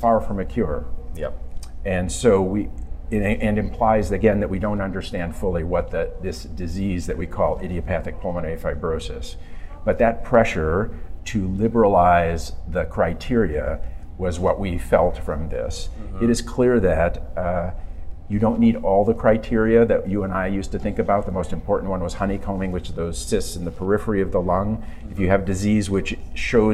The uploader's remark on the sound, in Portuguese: gravado durante o 23ª Curso de Atualização em Imagem